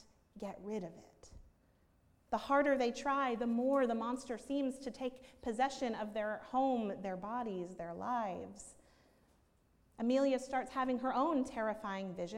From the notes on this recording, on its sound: at Northminster Church on October 13, 2019